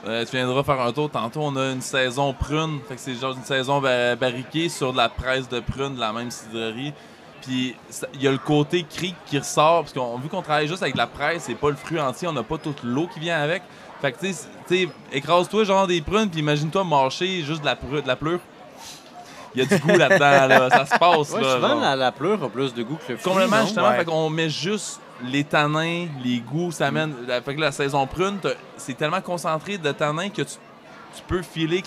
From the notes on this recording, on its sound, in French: Pour le temps d'une bière, votre animateur parle avec Pit Caribou, Pie-Braque et Hop Station lors du Festival des Brasseurs et des Artisans de Québec.